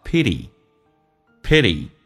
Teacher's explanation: 第二个是 t 浊化成 d 这个发音，美式发音两个元音中间所加的辅音要被浊化